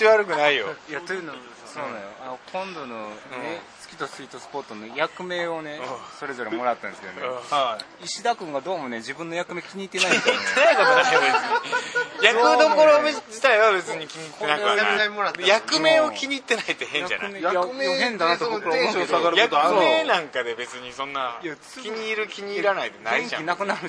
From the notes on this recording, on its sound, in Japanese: 今週は「月とスイートスポット」栗東公演が行われる劇場さきらからの帰り道に収録。